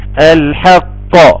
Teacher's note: نظهر القلقلة بتاعة القاف، ونظهر الشدة بتاعتها، ونظهر ايه التشديد اللي فيها.